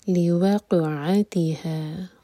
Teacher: قاف پر قلقلہ اور عین کو واضح کریں حلق سے